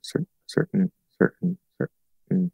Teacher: the way it's most commonly pronounced is with a, a glottal stop T